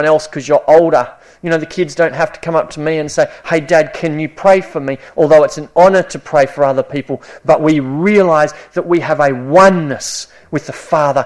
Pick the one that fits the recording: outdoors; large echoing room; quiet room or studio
large echoing room